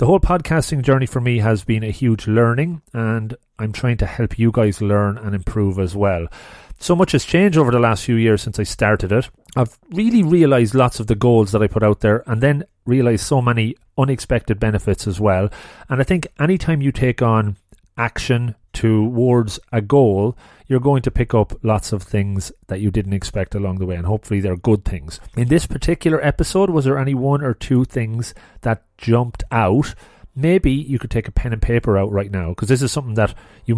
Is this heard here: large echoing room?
no